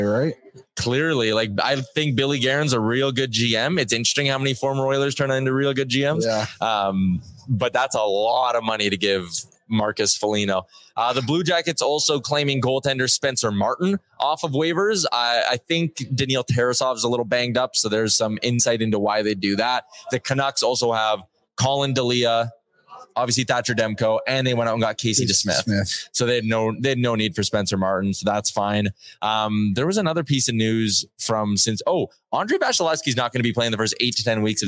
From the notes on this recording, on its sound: Live from Century Mile Racetrack and Casino for a Friday evening show.